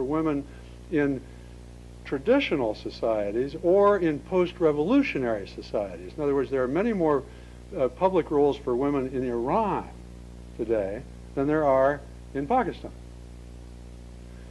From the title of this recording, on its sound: 2002 Lecture at Stanford